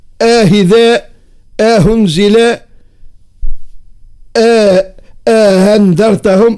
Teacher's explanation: يسهلوا بينه وبين الهاء في الأنواع ثلاثة: آهذاء، آهنزلاء، آهندرتهم، أكبين الهمزة والهاء.